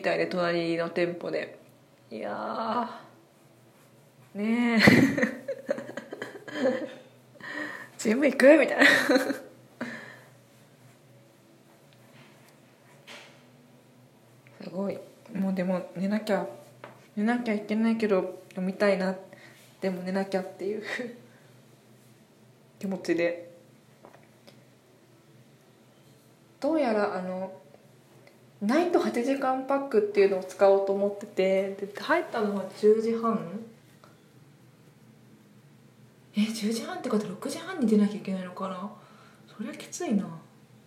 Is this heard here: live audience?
no